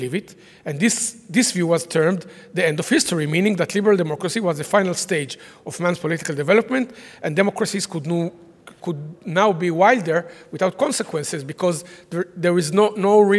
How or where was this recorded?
live audience